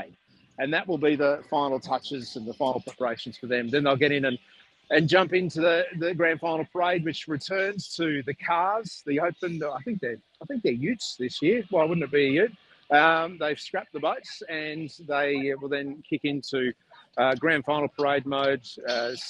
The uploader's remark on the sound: live from Brisbane Lions Training